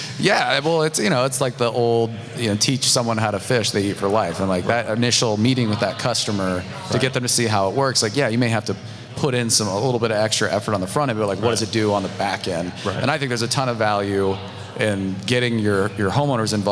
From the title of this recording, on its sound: Live from Buildertrend University